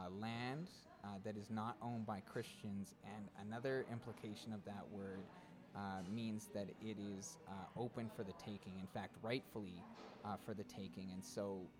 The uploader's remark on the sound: The two record this episode at a coffee shop they have codified as "Karen Central." Several White people leave that corner of the coffee shop due to racial tensions.